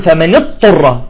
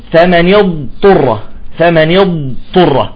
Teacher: بعضهم يقول فمن اضطر بفوت مباشرة على الطاء، وهذا خطأ، وكثيرا ما نسمعه يقول فمن يضطر. الواجب إعطاء الاستطالة للضاد، تمام، نعطي الاستطالة ثم نخرج الطاء · Shown in: second take · نقول فمن يض، سمعتوا صوت الضاد، فمن يض، ثم ننتقل إلى الإطباق، إطباق الطاء، فنقول فمن يضطر، فمن يضطر.